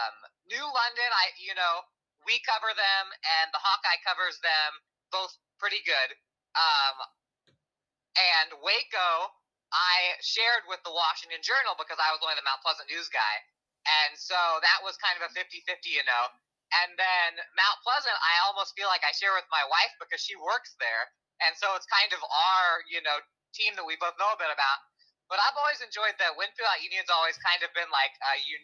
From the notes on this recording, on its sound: call in from the road